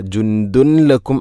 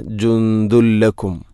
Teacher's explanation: ജുന്ദുൻ, അതുപോലെ ദാലിൽ തൻവീനാണ്, ശേഷം ലാം, ഇദ്ഗാം ബിലാഗുന്ന. തൻവീനിനെ ലാമിലേക്ക് കൂട്ടിലയിപ്പിക്കണം, അപ്പോൾ നൂനിൻ്റെ ശബ്ദം കേൾക്കൂല. · Shown in: second take · ജുന്ദുൻ എന്ന ശബ്ദമില്ല.